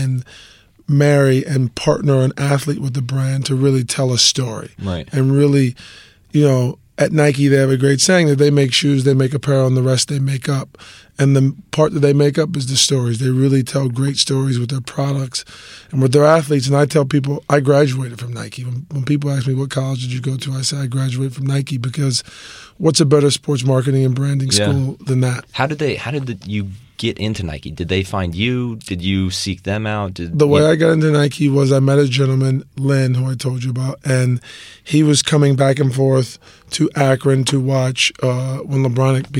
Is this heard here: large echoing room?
no